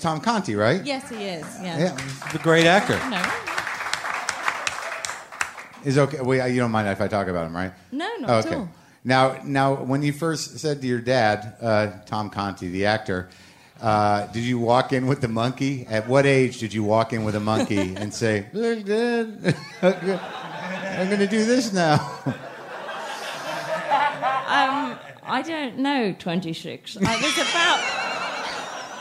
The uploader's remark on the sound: Live From Montreal. Recorded at the Montreal Just for Laughs Comedy Festival.